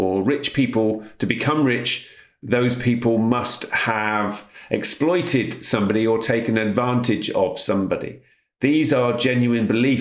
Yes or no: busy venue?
no